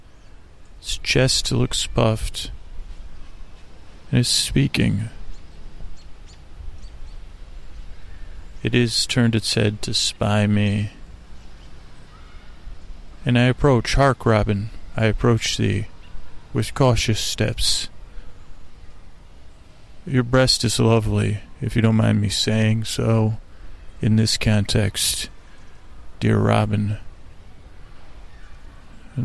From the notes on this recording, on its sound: On Location at Golden Gate Park. As we crawl across the park meandering from one place to another live on dullcation.